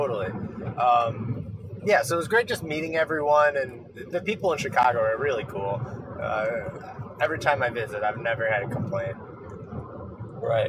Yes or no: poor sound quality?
yes